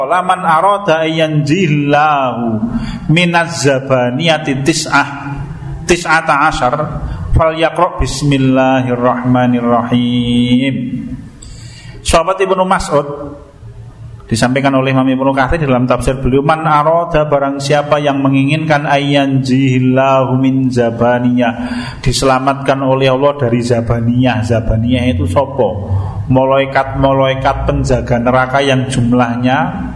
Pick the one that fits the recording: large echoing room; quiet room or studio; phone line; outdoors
large echoing room